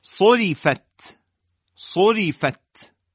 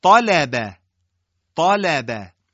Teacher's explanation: طا درشته، لبه، لام و با استفال دارن · Shown in: second take